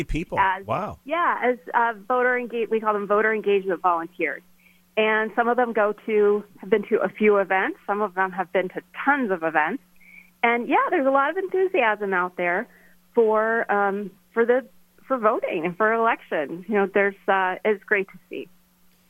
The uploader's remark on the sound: called